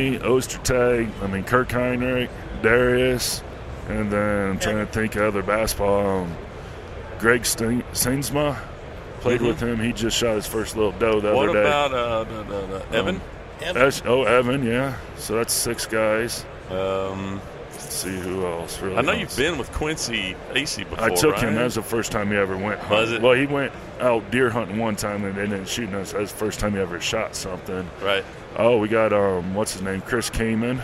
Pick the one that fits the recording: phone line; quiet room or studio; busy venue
busy venue